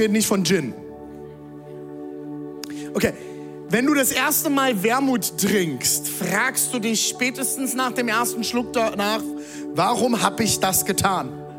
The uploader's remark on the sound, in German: Audiomitschnitt der Predigt